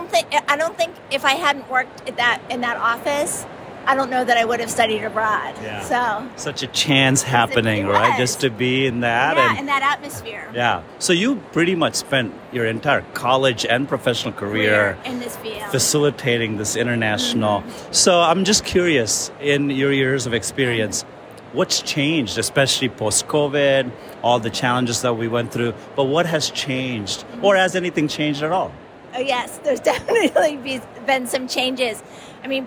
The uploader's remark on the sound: Speaks with attendees at the European Association for International Education (EAIE) annual conference in Barcelona!